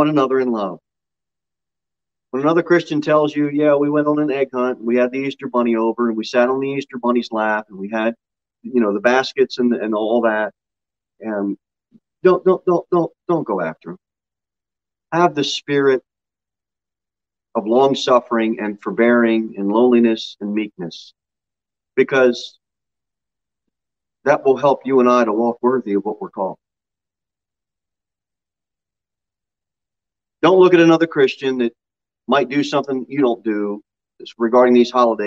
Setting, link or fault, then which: setting, large echoing room